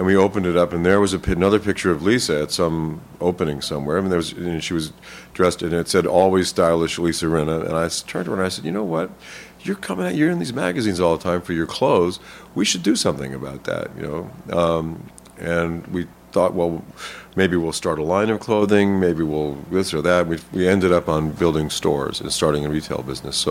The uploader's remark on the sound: from the Tribeca Film Festival